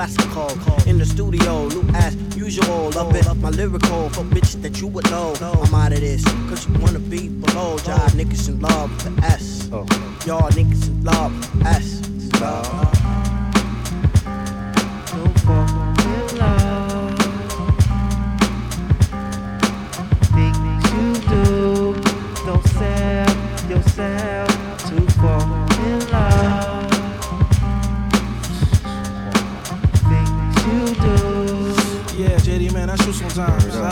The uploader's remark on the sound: Originally broadcast live on June 14, 2018 from the storefront of Kinfolk 90 in Williamsburg, Brooklyn, New York City. Special guest DJ set.